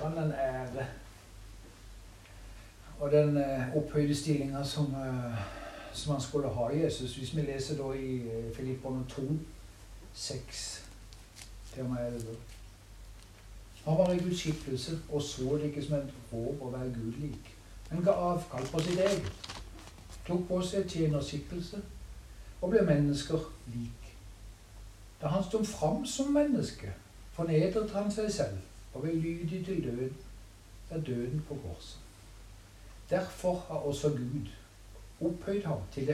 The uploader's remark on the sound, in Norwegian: Så opptaket er fra ei stue med isspising og kos. Ikke optimal lyd.